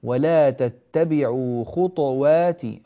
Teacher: الطاء هنا ساكن ومقلقل في نفس الوقت لأنه ساكن · Term: القلقلة